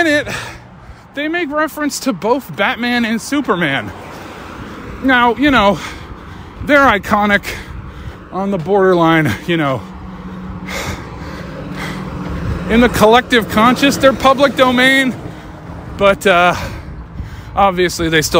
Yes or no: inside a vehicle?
yes